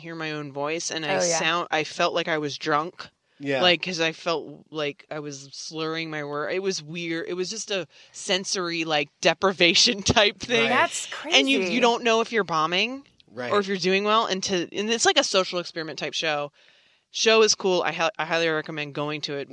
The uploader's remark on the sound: In the Car